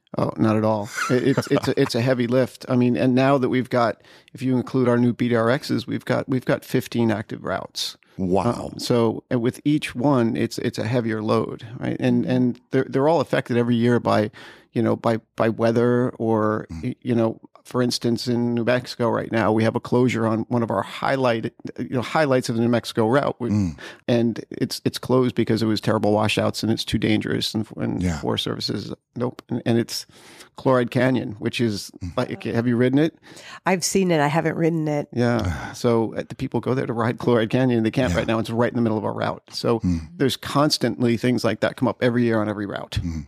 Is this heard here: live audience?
no